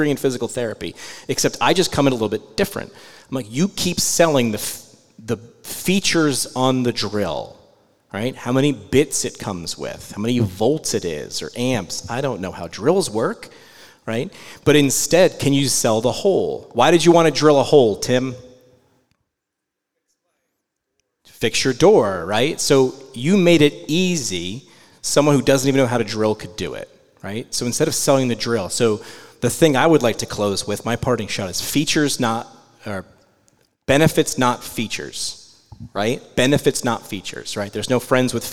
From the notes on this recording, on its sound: We took PT Pintcast on the road and landed at the University of New England for a live episode.